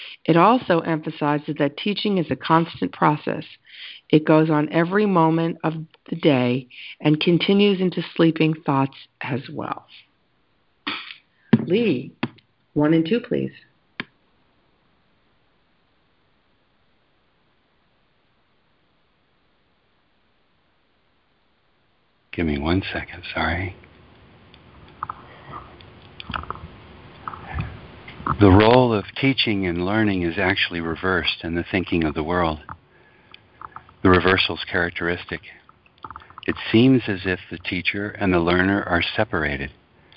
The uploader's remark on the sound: ACIM Daily TEXT Conference Call.